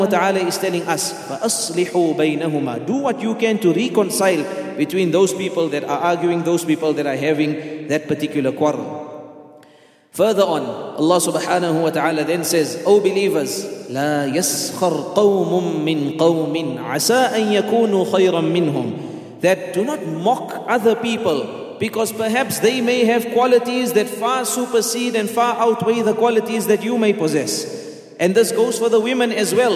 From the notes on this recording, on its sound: at the Houghton Masjid (West Street)